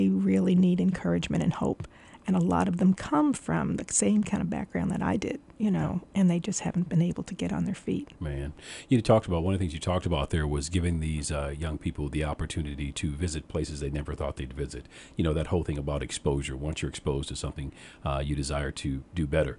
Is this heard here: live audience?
no